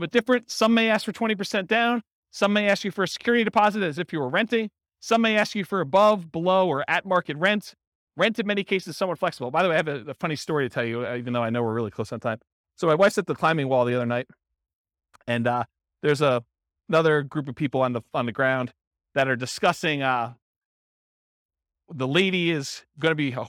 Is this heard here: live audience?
yes